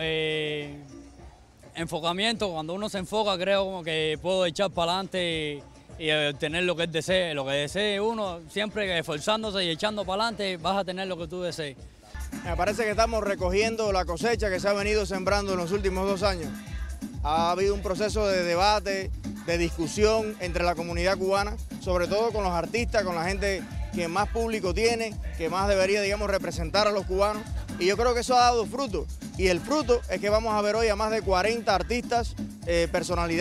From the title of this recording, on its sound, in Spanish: Entrevistas en el Free Cuba Fest 2020